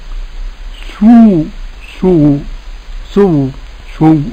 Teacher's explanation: الإشمام بإشارة بالشفتين، إشارة بعد النطق